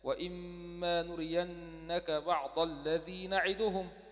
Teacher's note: بس الميم مشددة بسبب الإدغام